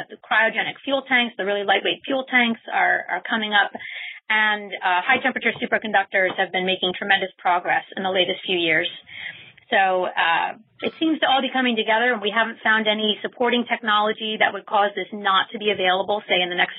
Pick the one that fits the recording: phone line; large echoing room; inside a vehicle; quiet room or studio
phone line